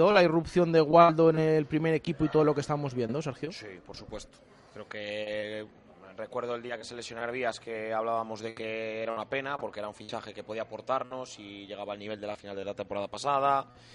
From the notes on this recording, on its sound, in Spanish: Tertulia de aficionados. En directo desde el HOTEL LA VEGA.